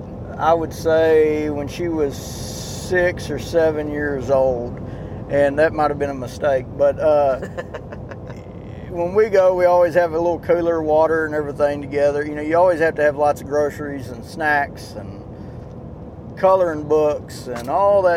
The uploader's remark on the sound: As we cruise down the road. We are headed to the processors with our Axis deer so we took advantage of some road time to record.